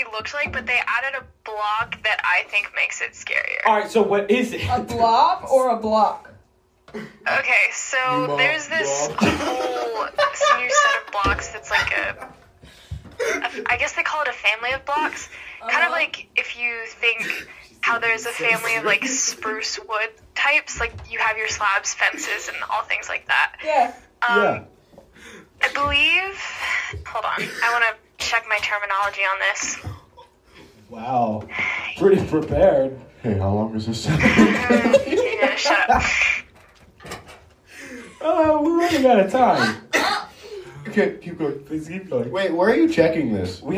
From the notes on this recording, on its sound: Enjoy the poor audio quality.